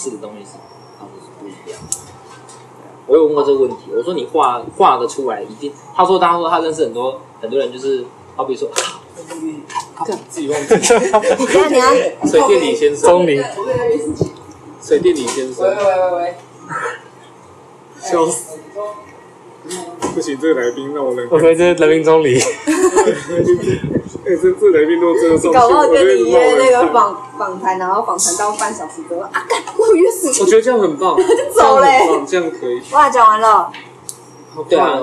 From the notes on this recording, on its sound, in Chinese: 隨意聊到要錄podcast，然後又不小心按到apple watch的錄音，結果不小心就上傳了。